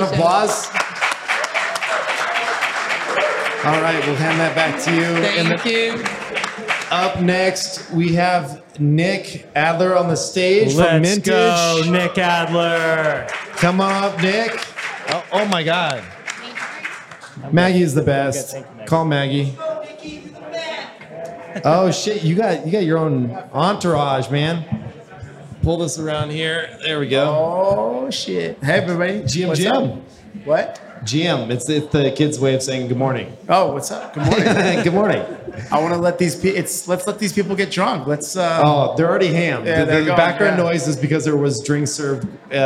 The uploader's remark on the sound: Live Audience Panel.